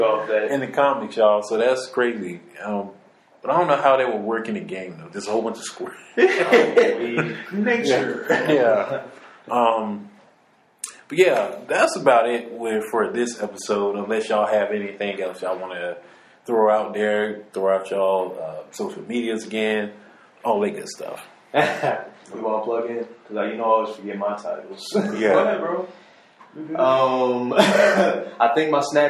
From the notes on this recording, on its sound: Excuse the echo in the audio